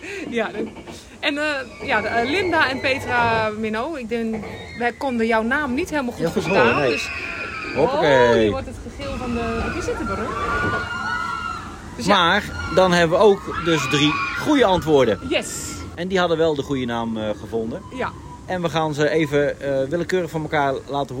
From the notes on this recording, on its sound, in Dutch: Deze aflevering hebben we weer opgenomen in de Efteling!